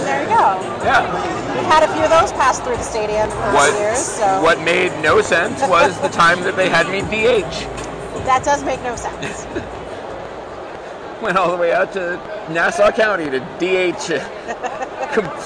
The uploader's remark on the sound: at Yankee Stadium on Thursday night to watch the Yankees take on the Astros